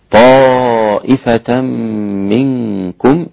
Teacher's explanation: كلمة طائفة مد متصل أربع حركات واجب أقل شيء عند القراء، يزيد عند الإمام حمزة والإمام ورش عن نافع، هؤلاء ست حركات.